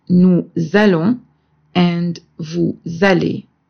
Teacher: And the sound of la liaison with the letter S is Z.